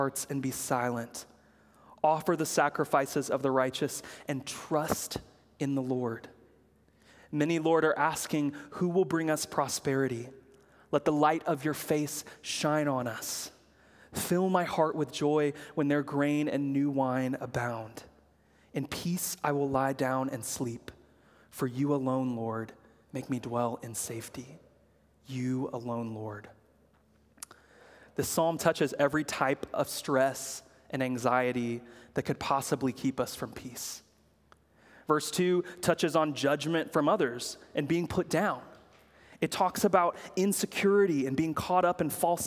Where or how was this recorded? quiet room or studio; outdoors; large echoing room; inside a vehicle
large echoing room